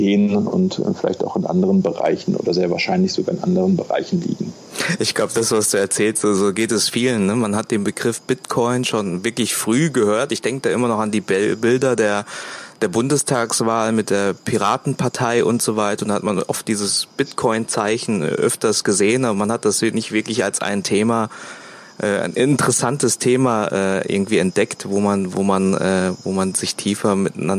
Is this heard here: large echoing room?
no